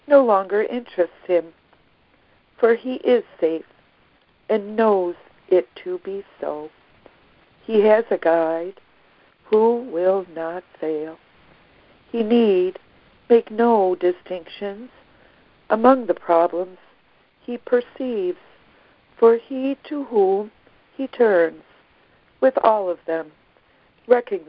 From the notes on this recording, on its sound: Daily Conference Call